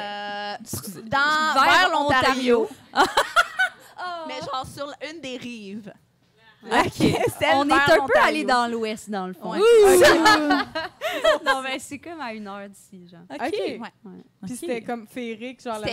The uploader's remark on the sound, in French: Enregistré devant public au Café Tuyo à Montréal.